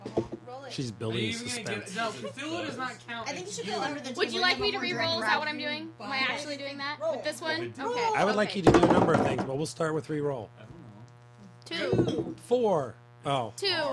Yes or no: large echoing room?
no